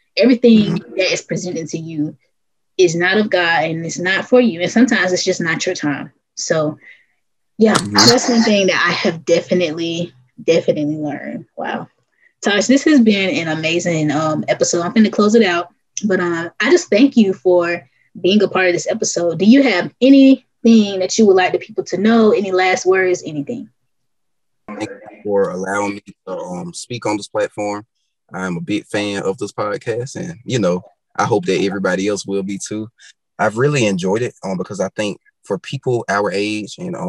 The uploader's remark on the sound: This episode was recorded with Zoom, so if the audio sounds funky, weird, or lags- that's what it is. Your host edited the episode to the best of her ability, but some things with Zoom just don't change.